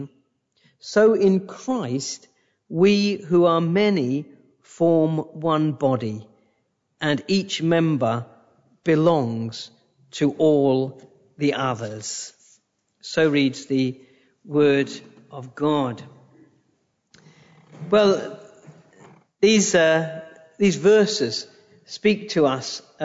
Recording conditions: large echoing room